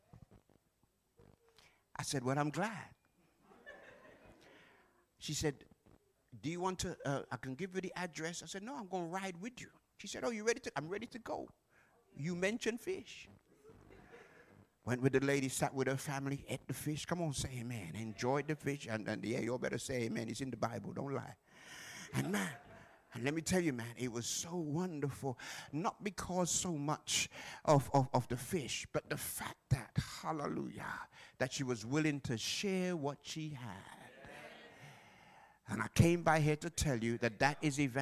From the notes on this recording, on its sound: Live from Plumstead Community SDA Church